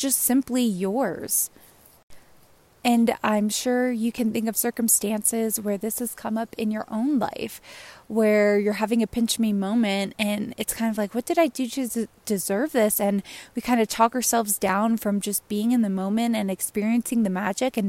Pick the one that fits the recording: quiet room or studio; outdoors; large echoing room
outdoors